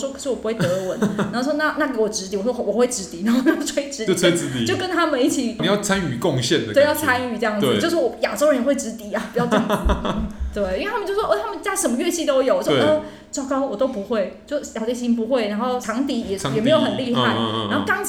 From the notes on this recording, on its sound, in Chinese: 本集白噪音指數：蚊風級 1/5。錄音地點： 某某咖啡 - MOMO Coffee Bistro。